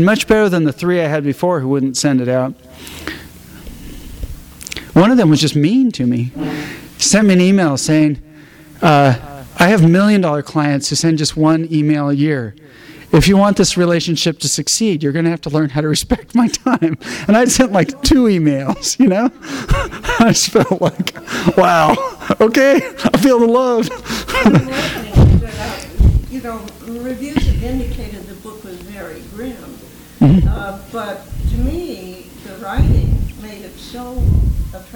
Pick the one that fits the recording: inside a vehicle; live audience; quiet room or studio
live audience